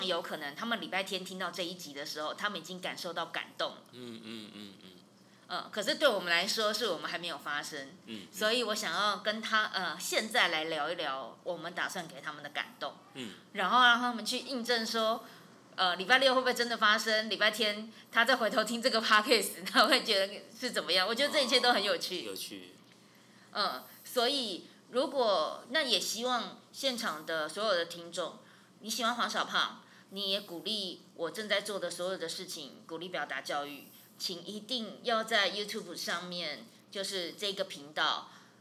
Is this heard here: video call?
no